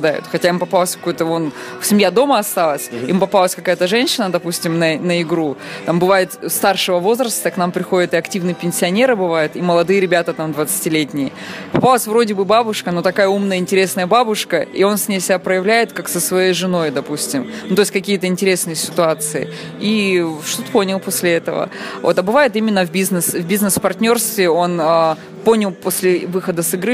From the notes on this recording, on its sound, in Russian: За уютное помещение спасибо Грин Бару